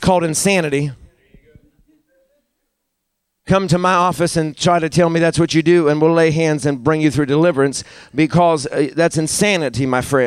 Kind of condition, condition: setting, large echoing room